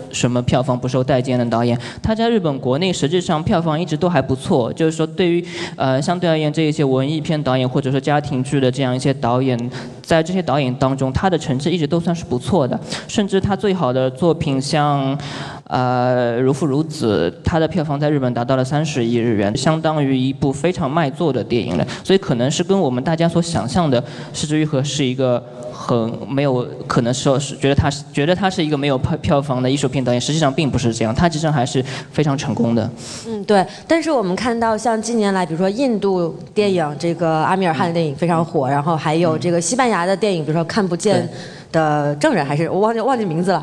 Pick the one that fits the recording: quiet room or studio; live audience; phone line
live audience